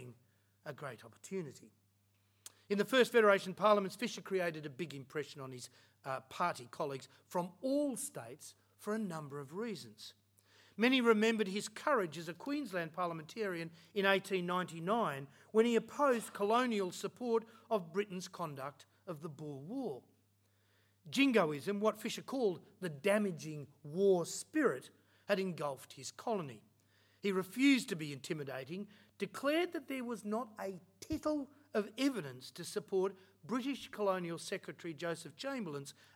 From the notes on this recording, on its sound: Recorded at Australia House, London on 22 October 2019